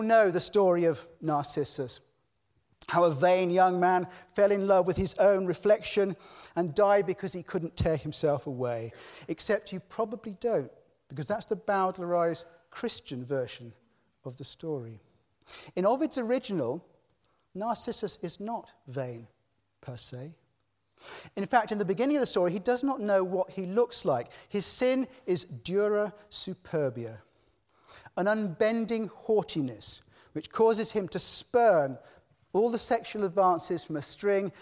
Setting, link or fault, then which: setting, large echoing room